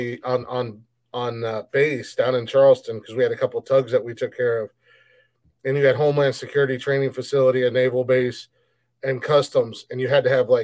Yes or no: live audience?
no